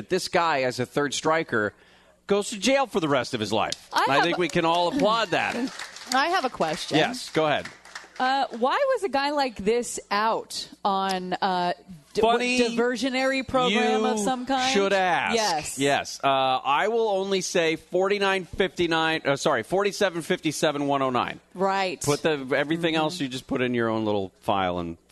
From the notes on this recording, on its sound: Live at JT Schmid's Restaurant & Brewery in Tustin.